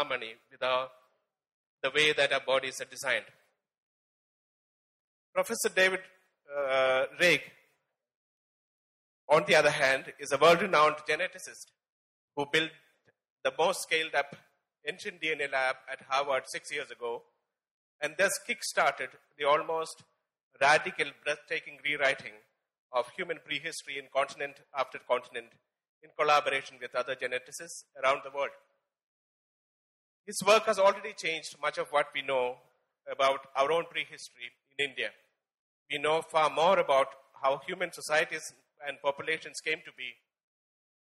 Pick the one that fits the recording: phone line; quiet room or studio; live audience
live audience